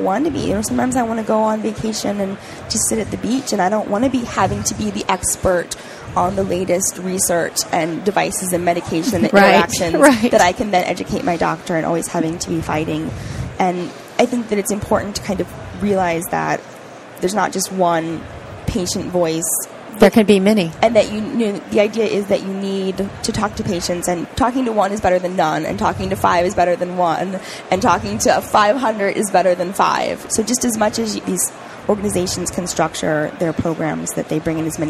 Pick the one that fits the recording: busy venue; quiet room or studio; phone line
busy venue